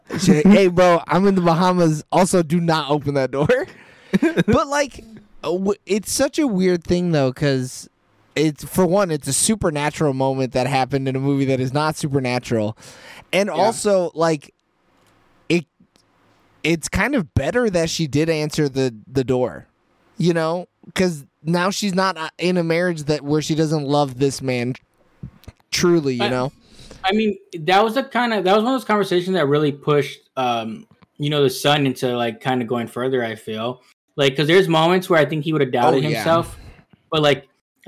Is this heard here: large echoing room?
no